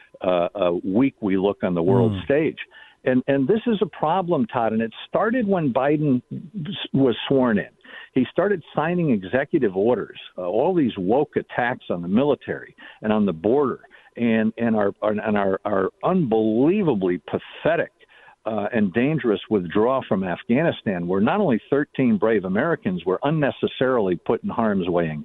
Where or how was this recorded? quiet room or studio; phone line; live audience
phone line